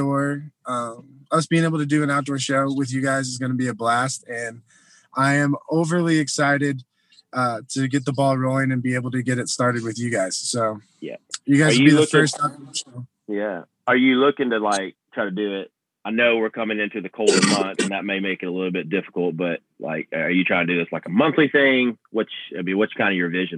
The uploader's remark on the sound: Phone interview. From Ridenour Rehearsal Studios.